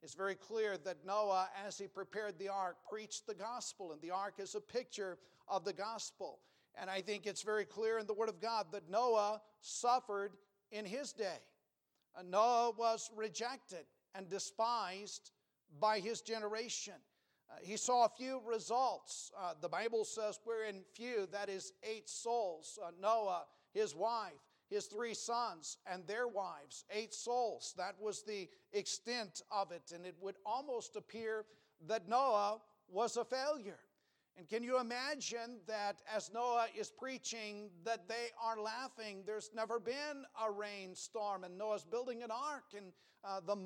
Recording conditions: large echoing room